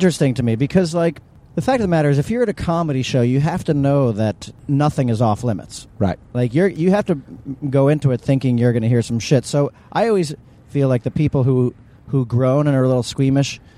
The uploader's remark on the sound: It's a carcast!